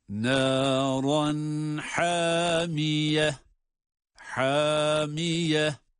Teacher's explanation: ha boğazın ortasına çıkan ha'dır ama kalın değil, sadece elif ile o ince olan ha sesinin uzatılması var